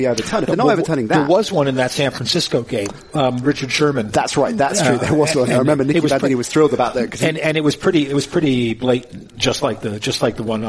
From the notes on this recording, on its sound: Live from the opening of the NFL academy gym.